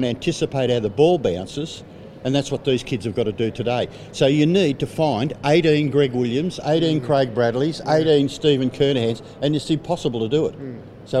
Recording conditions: busy venue